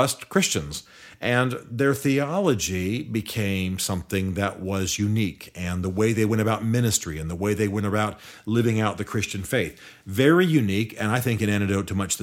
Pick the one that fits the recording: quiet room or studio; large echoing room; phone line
quiet room or studio